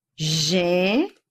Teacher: Isso é um ditongo crescente do fraco para o forte.